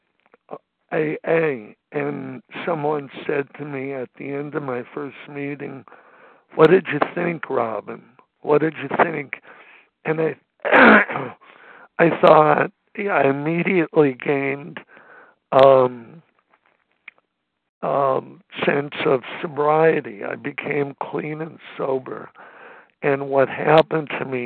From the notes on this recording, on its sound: 100 Pounders Phone Meeting, 9/26/23.